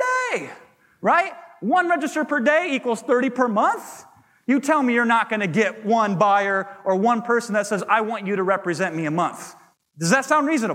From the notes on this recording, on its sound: to the audience at the HyperFast Sales Summit